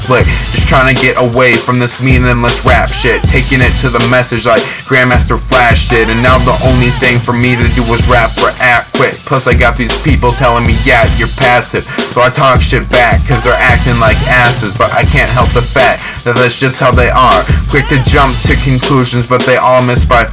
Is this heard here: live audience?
no